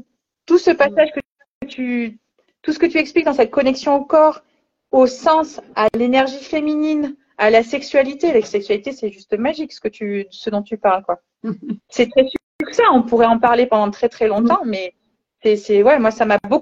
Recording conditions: video call